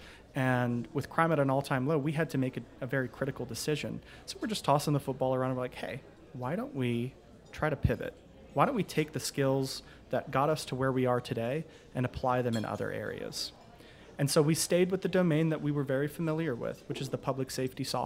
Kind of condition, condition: setting, busy venue